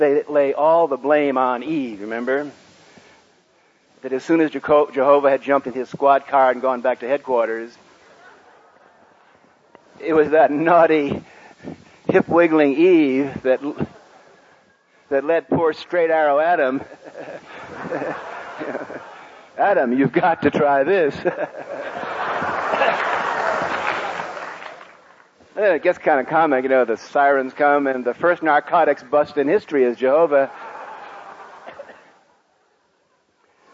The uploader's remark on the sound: This lecture was given in 1982